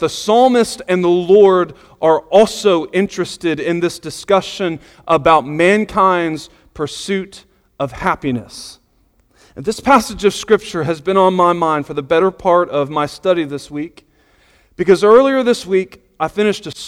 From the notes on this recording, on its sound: Sunday Morning Sermon Audio